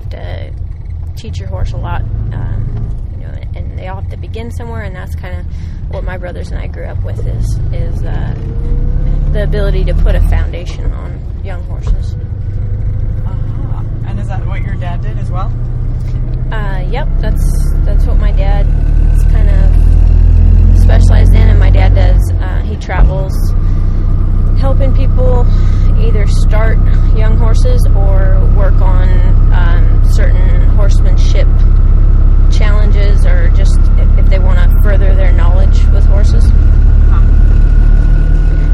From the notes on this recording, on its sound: This recording is short and not the best quality, due to the fact that we were recording in my noisy little car but I think that only adds to it!